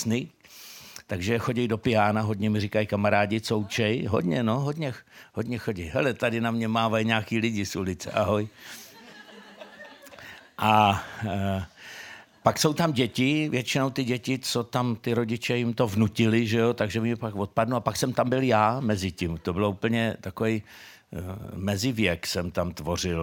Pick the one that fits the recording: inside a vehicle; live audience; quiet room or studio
live audience